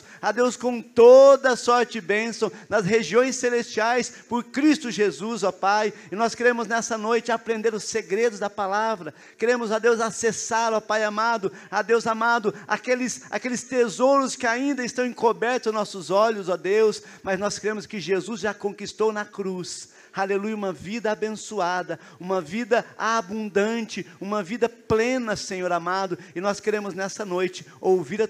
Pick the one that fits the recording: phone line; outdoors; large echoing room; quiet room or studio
large echoing room